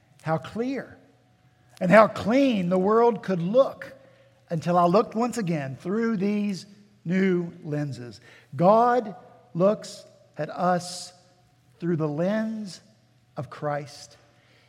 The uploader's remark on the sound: At Redeemer Presbyterian Church in Charleston, SC